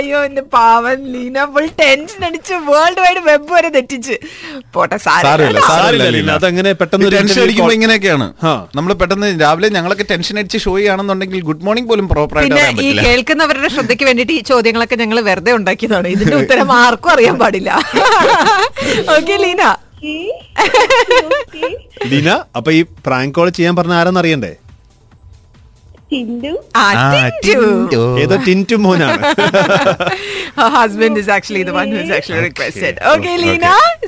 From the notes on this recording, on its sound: phone in interview